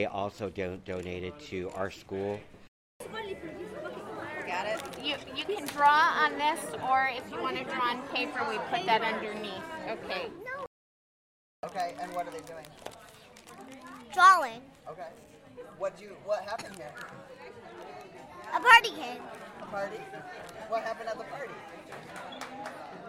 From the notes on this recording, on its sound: Word on the Street. Each year, Glide Memorial Church provides backpacks for children in the Tenderloin of San Francisco. Sights and sounds from the backpack giveaway.